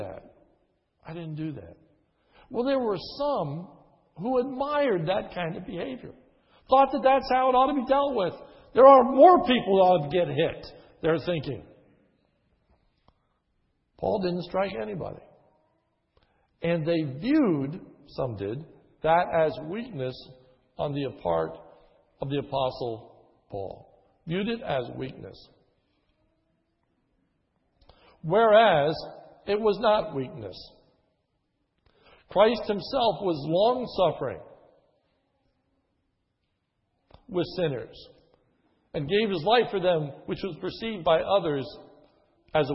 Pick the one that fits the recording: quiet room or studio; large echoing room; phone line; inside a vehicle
large echoing room